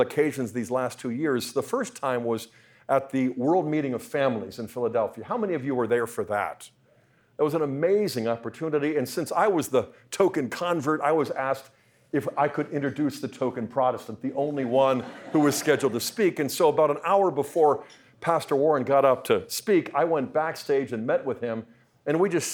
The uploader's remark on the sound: talk was part of the Speaking the Truth in Love Conference, sponsored by the Catechetical Institute at Franciscan University of Steubenville